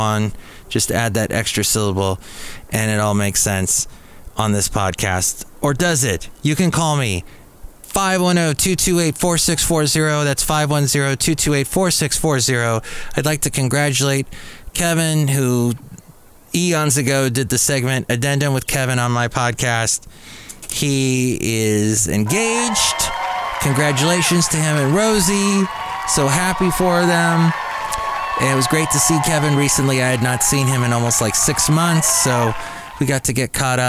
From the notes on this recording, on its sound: podcasts live from Cafe Anyway